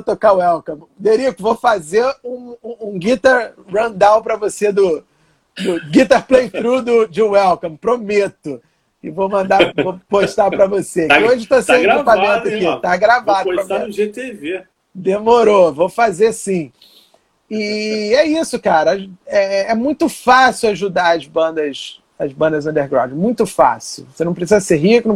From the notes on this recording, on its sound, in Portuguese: Essa foi a live gravada no Instagram da Zombie One Records